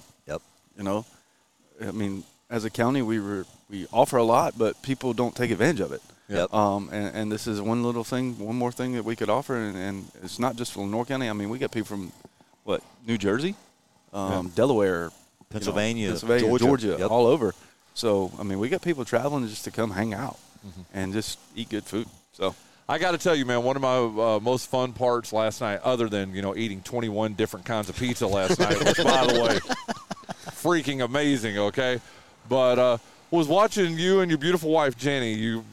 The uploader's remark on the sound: We are LIVE from the fourth annual True Smoke BBQ Smoke-Out